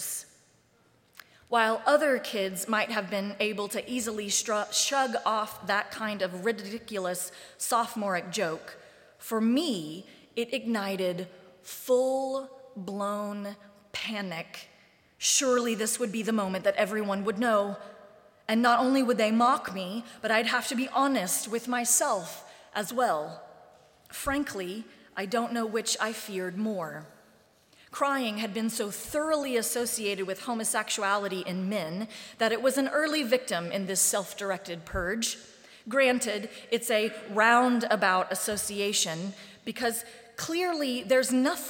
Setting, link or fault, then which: setting, large echoing room